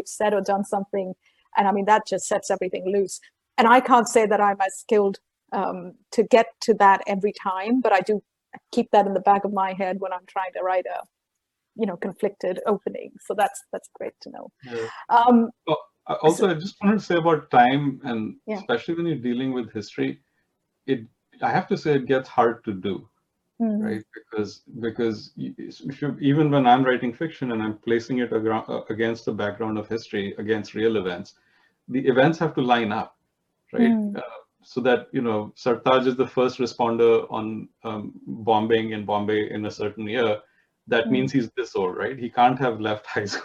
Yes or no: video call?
yes